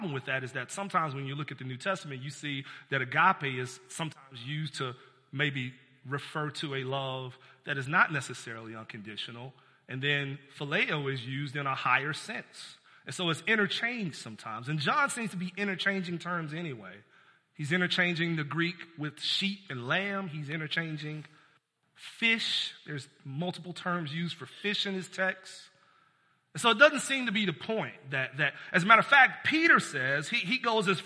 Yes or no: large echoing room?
yes